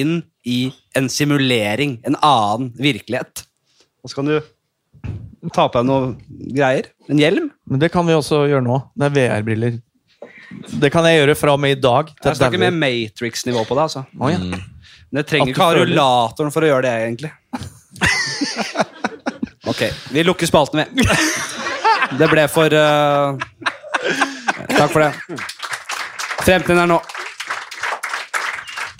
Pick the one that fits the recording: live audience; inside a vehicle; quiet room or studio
live audience